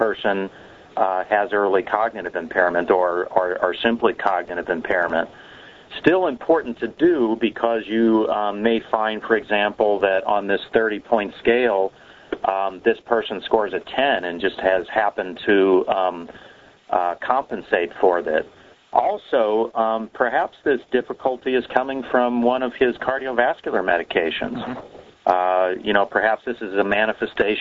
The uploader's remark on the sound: Author in the Room® Teleconference